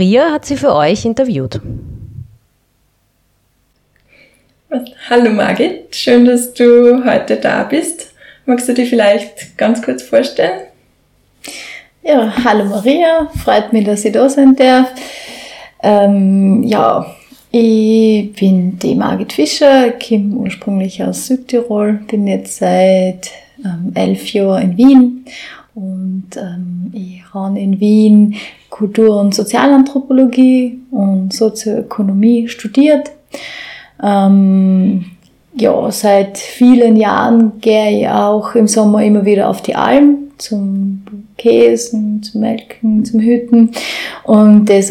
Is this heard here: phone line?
no